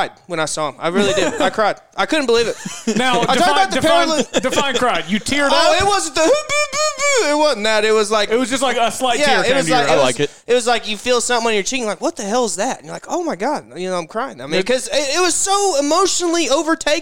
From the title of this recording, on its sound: LIVE FROM SOUTHERN HILLS DAY 1!!!